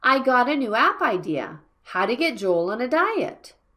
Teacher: First, we stress the main verb, got. And second, new app idea.